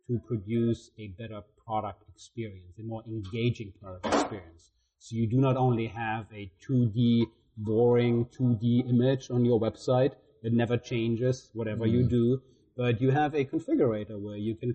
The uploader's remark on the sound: During this week's hectic NRF show. The background noise is a bit distracting. A show that attracts thousands of participants.